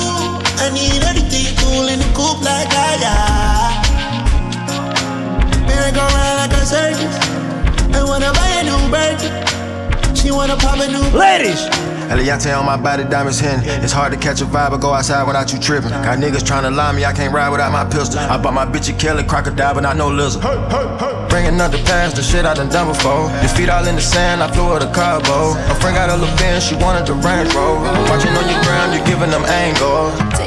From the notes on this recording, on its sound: Live recording from my set at Island Saturdays.